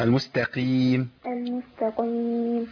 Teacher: انا عندي القاف هنا مفخمه لكن تفخيمها ضعيف جدا